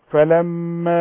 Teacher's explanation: اوعى تنسي الغنة بتاعت الميم